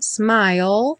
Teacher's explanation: Lembra que a gente termina o som dela com o L lá no céu da boca